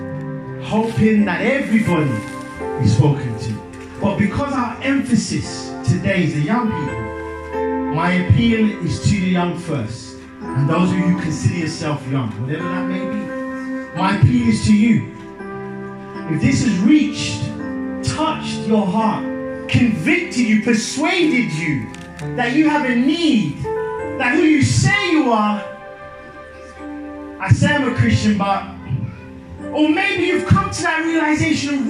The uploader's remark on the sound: Youth Day at Penderford SDA Church. Sermon preached at Penderford SDA Church.